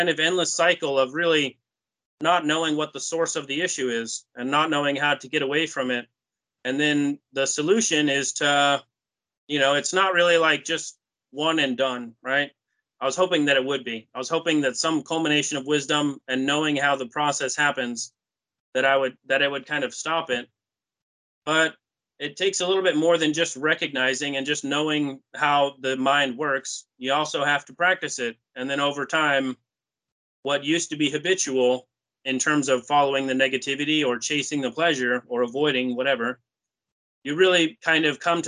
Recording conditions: video call